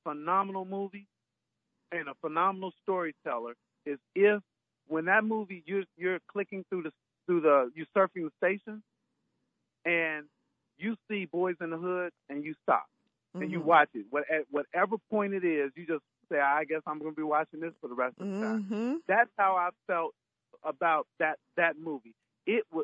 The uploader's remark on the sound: joined us on the phone